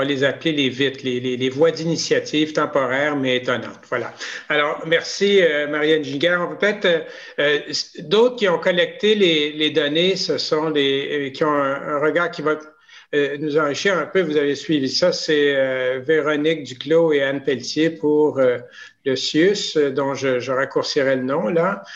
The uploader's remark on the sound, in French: a eu lieu en ligne le 27 janvier 2021